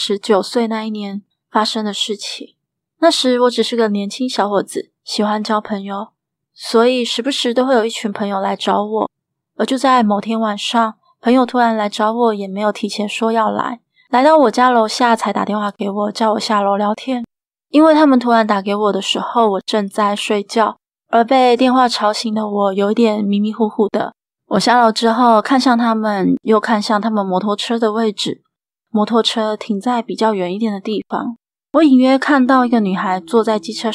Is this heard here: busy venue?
no